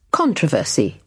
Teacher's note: Controversy with the stress on the first syllable, and in the UK, controversy.